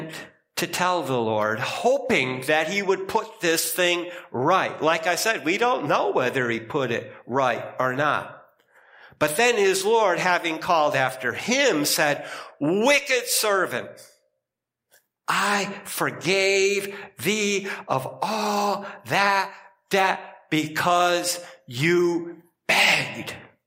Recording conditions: large echoing room